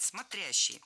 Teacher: Правильный вариант – смотрящий. Ударение падает на второй слог.